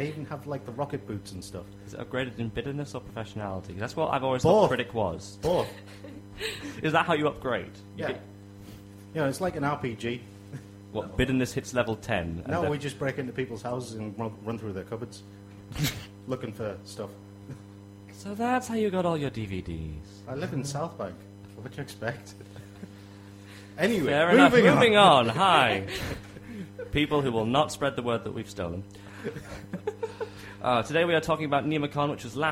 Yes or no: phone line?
no